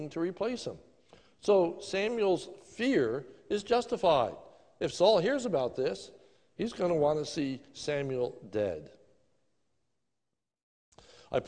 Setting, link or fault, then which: setting, large echoing room